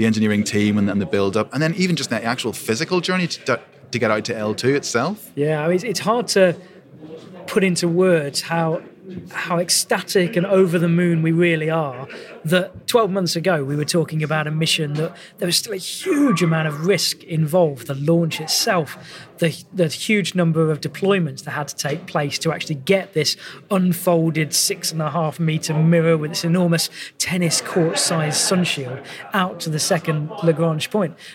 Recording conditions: busy venue